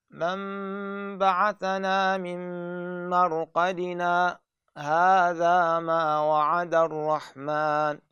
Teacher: انت تقطع الصوت فقط وما تاخذ نفس ونيتك تكمل ومقدار قطع الصوت مقدار حركتين · Term: سكت